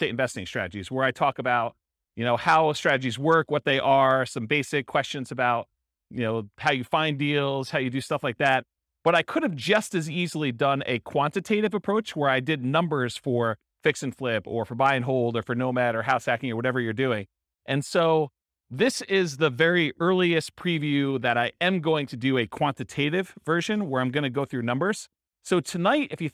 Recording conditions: live audience